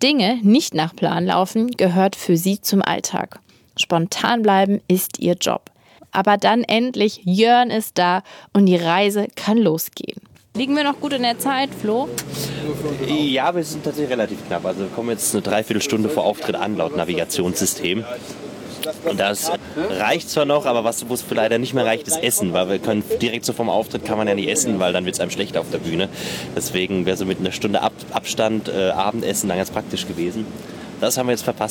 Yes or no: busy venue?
yes